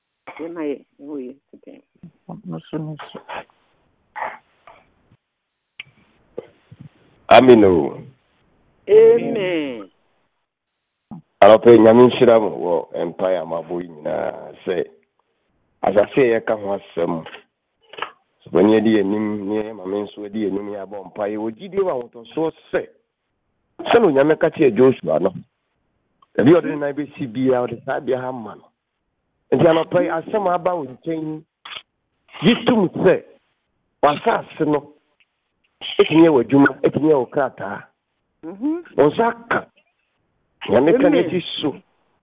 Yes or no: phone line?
yes